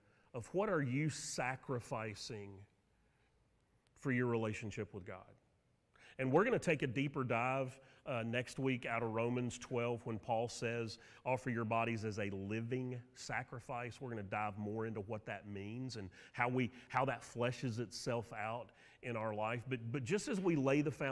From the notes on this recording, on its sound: Sermon audio from Mission Church in Locust, NC.